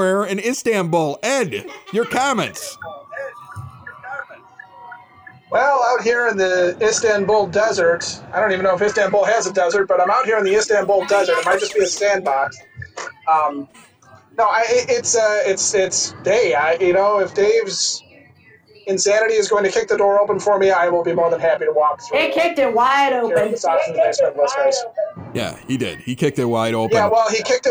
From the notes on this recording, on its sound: Originally broadcasted LIVE, listen as The EP Podcast celebrates with listeners via our open phone lines and live chat room.